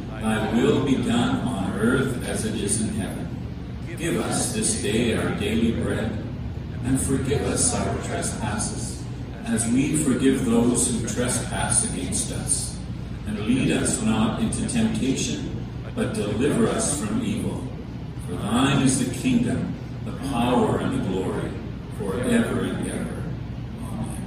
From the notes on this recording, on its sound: The Worship Service for the Red Deer River, a Lutheran Brethren Church Plant, recorded for June 20, 2021.